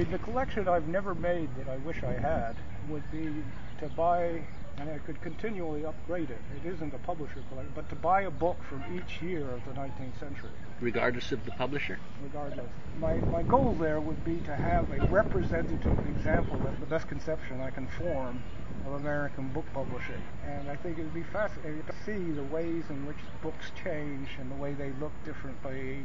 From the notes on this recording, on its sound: We talk here, on a windy day (hence the background static) in Haaavud Yaaaad.